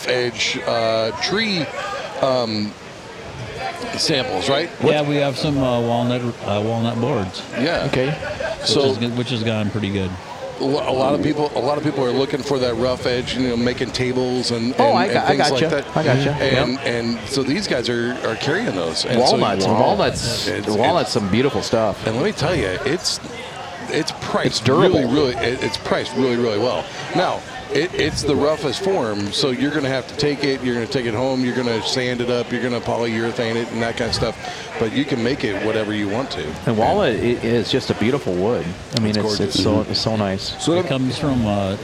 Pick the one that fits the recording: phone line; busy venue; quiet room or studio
busy venue